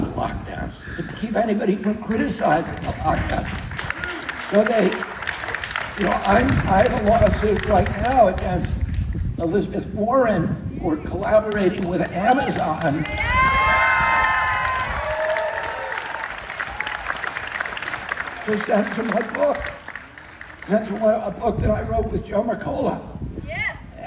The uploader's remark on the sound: Heal the Divide from San Diego! Recorded this speech from the audience at Humphrey's By The Bay in San Diego, May 29 2023.